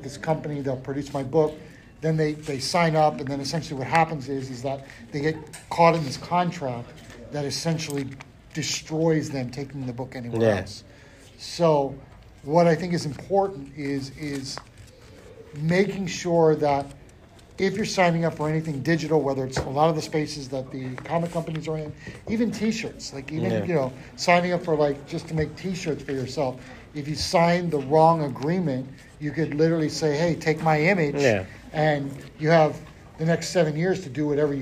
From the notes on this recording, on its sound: MAKING AND MARKETING COMICS PANEL at PALMCON 2022!